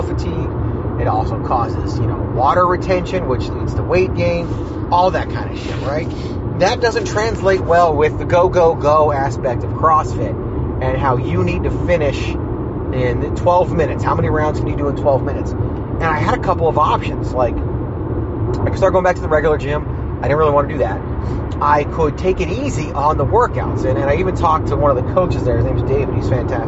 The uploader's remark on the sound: Fires up the voice recorded on the way home from his Leukemia blood work. Raw and unfiltered (literally, including background news since you're literally driving).